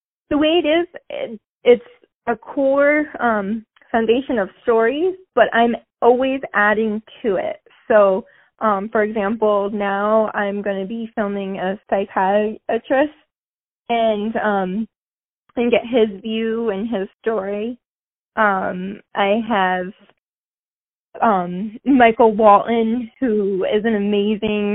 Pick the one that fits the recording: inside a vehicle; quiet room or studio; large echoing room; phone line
phone line